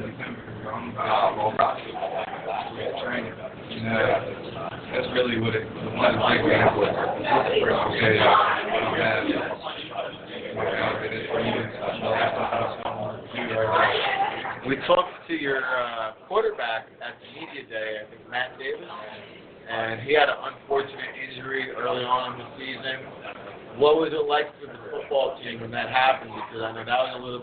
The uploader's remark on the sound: The 3rd Annual College Gridiron Showcase on location in Bedford, Texas. On location at the Holiday Inn in the City of Bedford.